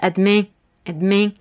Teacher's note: en Canadá la, pronunciación sería diferente, sonaría más como una E nasal